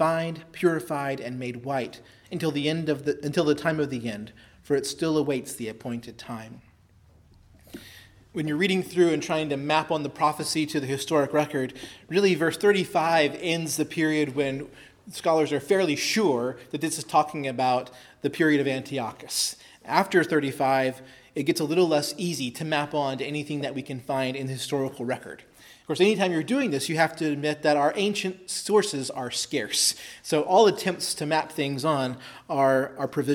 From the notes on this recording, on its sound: preached at Christ Our Savior Baptist Church on Sunday, June 6, 2023